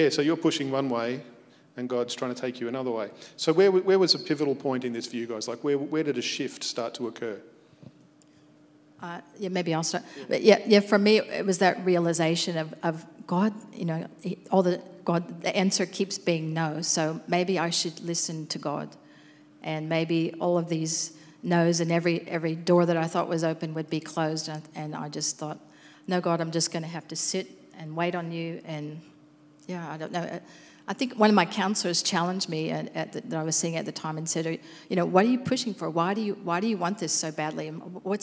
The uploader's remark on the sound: Recorded at our live gathering on the 21st of February 2021.